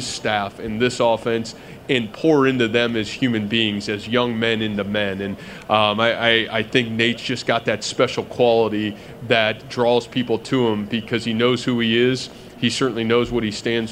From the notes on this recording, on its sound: press conference at Big 12 Football Media Days